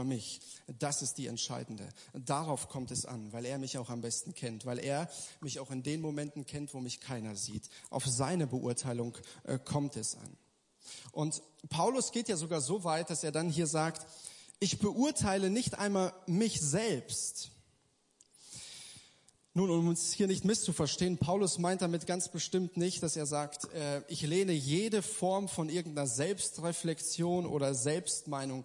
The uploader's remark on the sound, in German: Gottesdienst der Kirche für Bonn